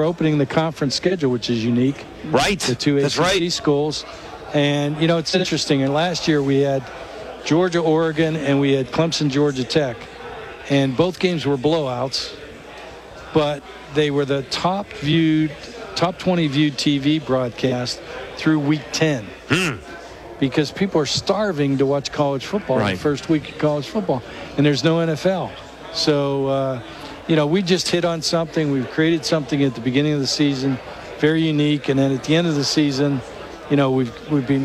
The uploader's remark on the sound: SportsChat is LIVE in Nashville from SEC Media Days.